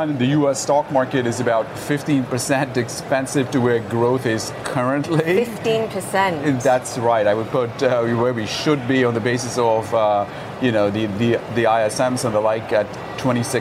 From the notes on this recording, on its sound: live from the New York Stock Exchange